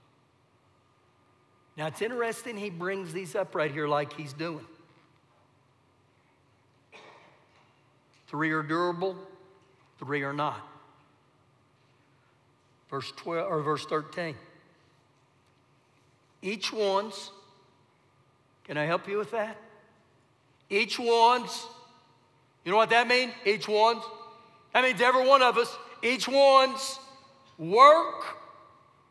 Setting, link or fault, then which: setting, large echoing room